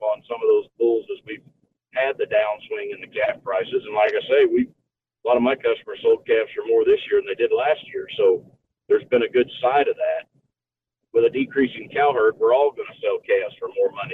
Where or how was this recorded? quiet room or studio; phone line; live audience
phone line